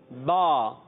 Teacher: جیسے ہم پڑھتے ہیں با، پڑھتے ہیں با، تو با میں ہمارے دونوں ہونٹ ملے تو با کا مخرج ہوا دونوں ہونٹ، اس کا جو تر حصہ ہوتا ہے با۔